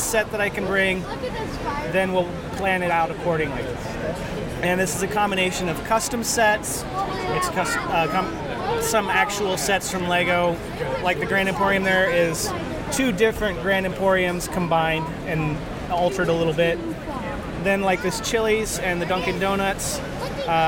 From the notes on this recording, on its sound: Broadcasting live and recorded from Planet Comicon 2017! We’ll take you to a few booths.